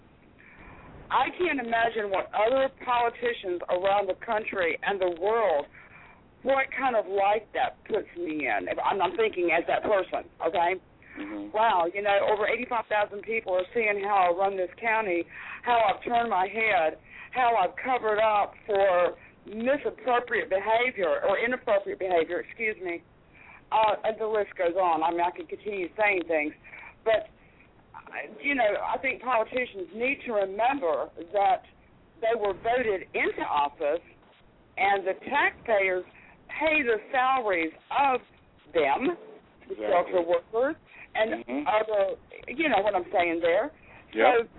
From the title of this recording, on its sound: Call